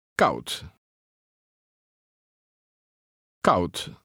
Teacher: pronounce the final D as T